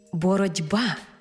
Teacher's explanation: Боротьба в транскрипції буде зі звуком «д», бо глухий звук уподібнився до дзвінкого. Наша «т» стала звуком «д». · Term: уподібнення